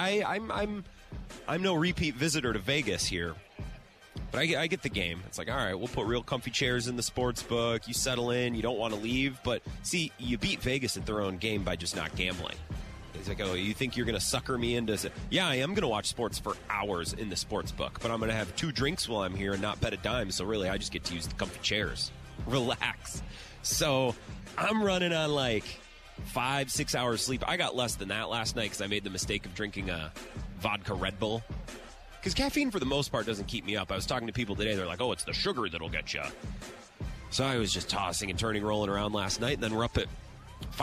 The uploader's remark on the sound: live at Radio Row in Las Vegas